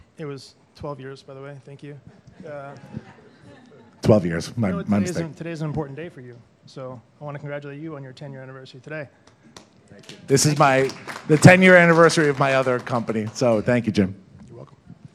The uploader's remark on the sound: Recorded in front of our live audience at The Nutty Irishman immediately following the talks at our SPEAK: Growth pop-up event. In Farmingdale, New York.